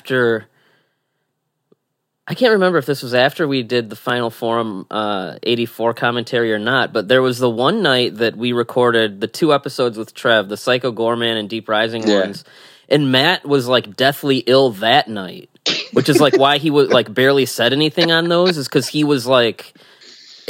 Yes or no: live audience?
no